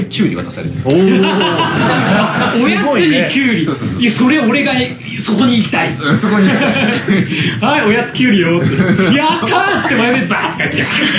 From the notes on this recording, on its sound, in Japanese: イベント公開収録inのにゃん。2019年8月11日に練馬barのにゃんで行われた「AMR公開収録inのにゃん」。